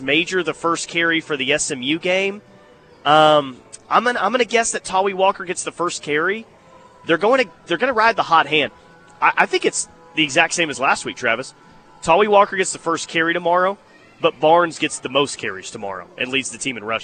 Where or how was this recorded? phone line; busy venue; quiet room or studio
busy venue